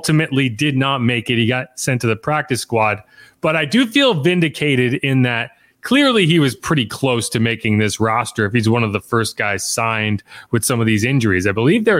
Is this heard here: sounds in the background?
no